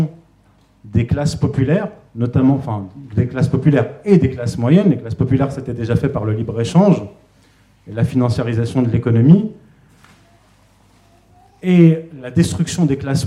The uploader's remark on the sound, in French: donnée en août 2021 au second Festival de la réconciliation